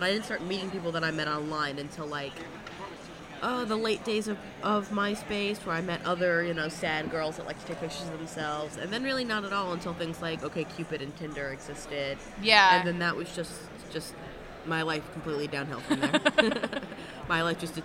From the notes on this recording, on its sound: Live from INTERNET YAMI-ICHI